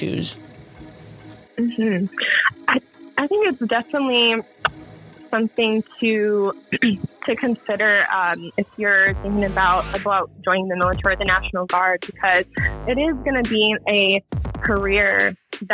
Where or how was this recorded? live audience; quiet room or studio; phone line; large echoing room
phone line